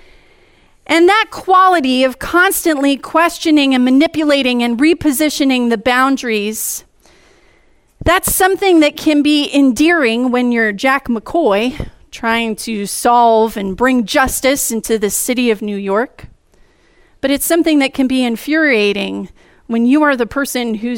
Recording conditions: large echoing room